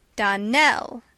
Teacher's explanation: Donnell, accent on the last syllable